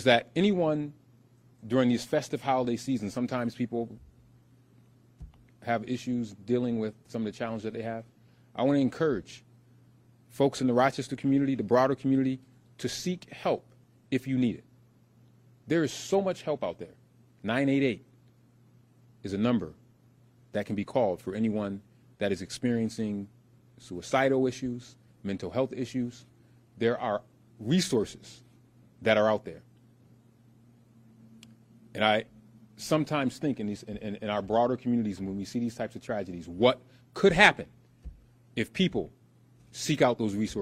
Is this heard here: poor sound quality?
no